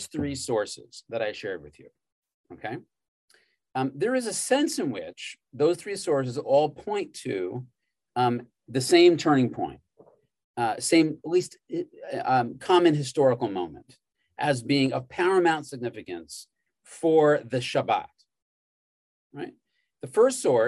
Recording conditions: video call